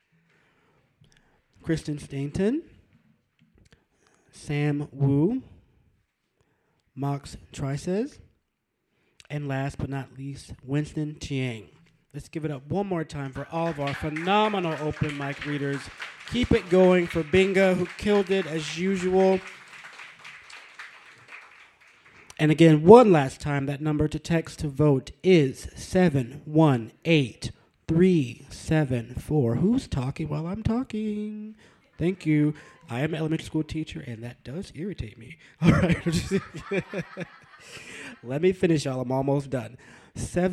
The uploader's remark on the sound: Brooklyn Poets Yawp open mic